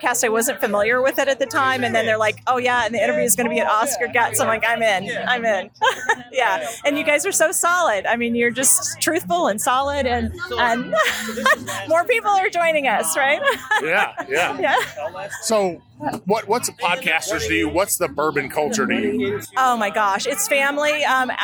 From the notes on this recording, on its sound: Makes his way through the 2021 Bourbon Festival in Bardstown Kentucky. Roadies, attendees and bourbon royalty shout out high praises.